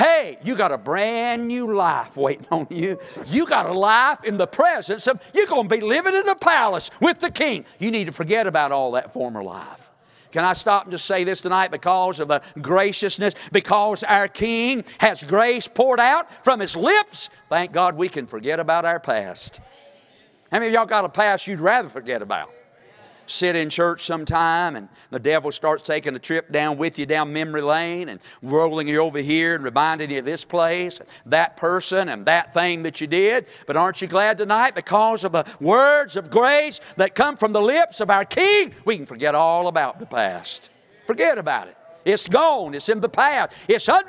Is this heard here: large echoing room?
yes